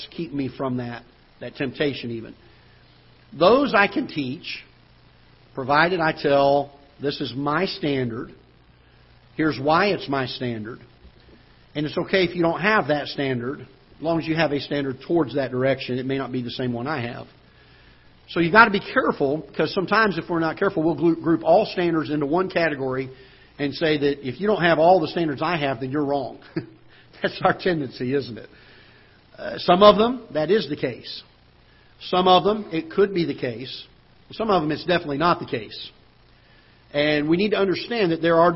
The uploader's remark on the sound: Ketha Heights Baptist Church ~ Live Broadcast.